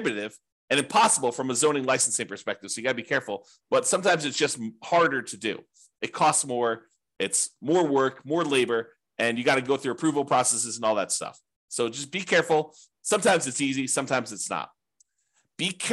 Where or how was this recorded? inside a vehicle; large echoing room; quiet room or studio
quiet room or studio